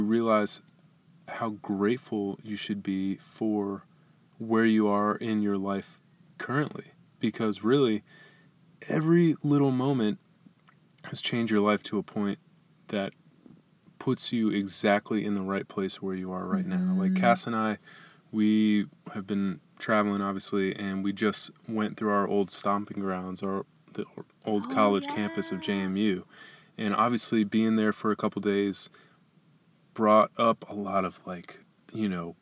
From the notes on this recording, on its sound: Today, we’re coming to you from the van! We’re super excited to share our first podcast recorded inside the dharma mobile.